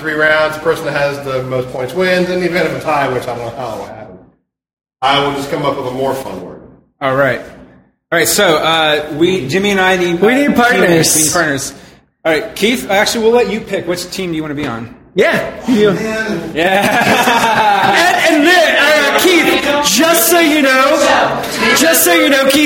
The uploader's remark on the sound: Recorded at Packrat Comics in October of 2016